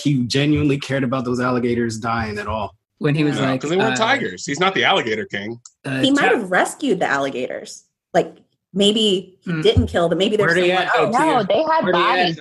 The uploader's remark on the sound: This episode is the first of our live via zoom episodes. Crossroads Comedy Theater.